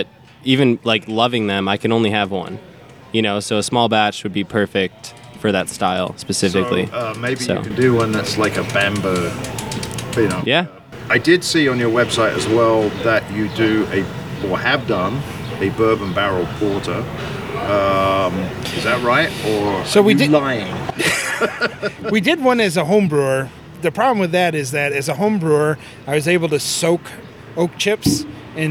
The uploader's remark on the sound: This show is truly an outside broadcast as we recorded it on their delightful patio, on a warm and sunny early evening.